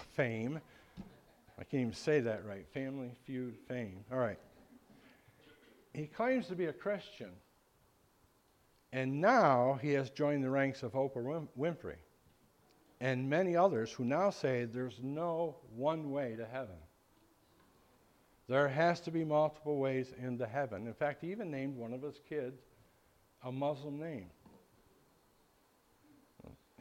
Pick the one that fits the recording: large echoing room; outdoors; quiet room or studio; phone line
large echoing room